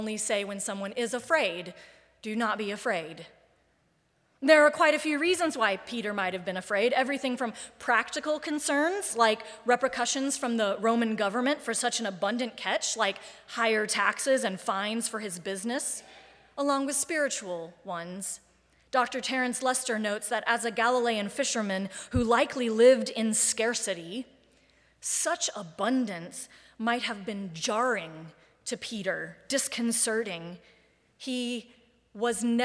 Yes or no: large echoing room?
yes